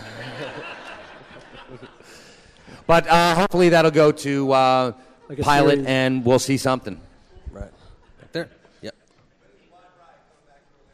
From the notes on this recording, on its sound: The Comic Book Men Megacon 2014 Panel.